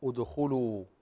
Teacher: طيب عندنا كذلك همزة الوصل هنا في كلمة ادخلوها، فنبدأ هنا بالهمز أو همزة الوصل، نبدأ بها مضمومة لأن ثالث الفعل مضموم ضمة أصلية كما قال الناظم رحمه الله تعالى، وابدأ بهمز الوصل من فعل بضم إن كان ثالث من الفعل يضم، فهنا نبدأ بها مضموم فننتبه فنقول ادخلوا.